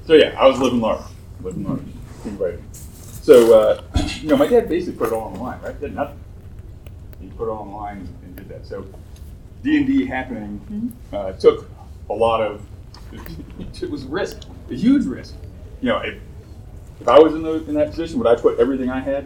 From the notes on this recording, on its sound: Recorded live at Tucson Comic-Con.